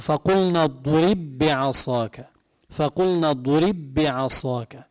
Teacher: وين ما في بالقرآن بالمصحف بتلاقوا حرف ساكن والحرف اللي بعده متحرك بتضغمون ببعض، مثل فقلنا اضرب بعصاك، هي اضرب باء ساكنة، شو إجا بعدها؟ بي بعصاك، باء ساكنة بعد باء متحركة بينضغموا ببعض. فبقول فقلنا اضرب بعصاك، فقلنا اضرب بعصاك، هيك تقرأ. · Term: الإدغام